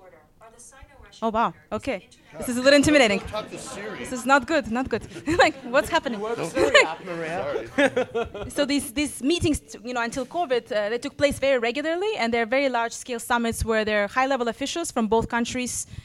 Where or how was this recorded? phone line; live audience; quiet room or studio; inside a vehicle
live audience